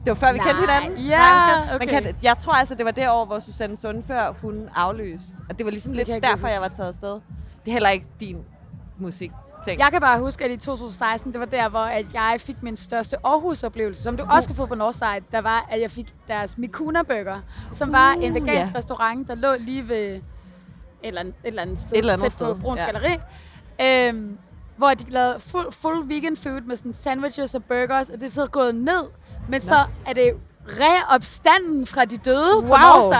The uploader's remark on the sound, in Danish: talt med glade festivalgæster